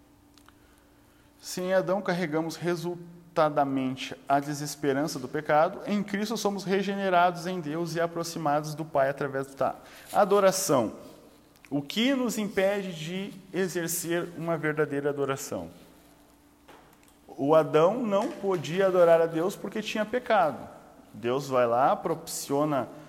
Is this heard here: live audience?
yes